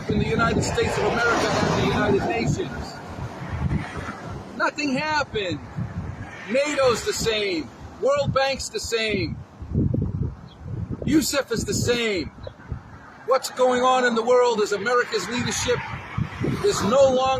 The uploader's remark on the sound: Live from Flag Museum, Palm Beach